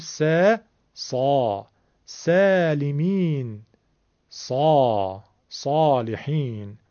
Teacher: پس اصلا ما جلوی دهان، تو مخرج سین، تو لبها ما صاد درست نمی کنیم، بلکه سین رو در جلوی دهان میگیم، صدای پرحجم از تو حلق اضافه میکنیم میشه صاد